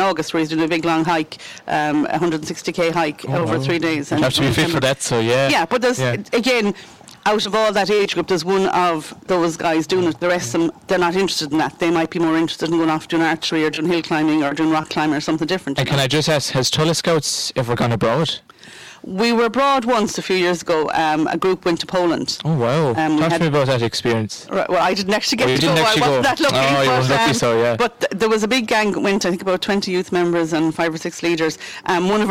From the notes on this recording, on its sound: As recorded live 29th July 2023 and broadcast from the Stand at Tulla GAA pitch as part of Tulla Music Festival.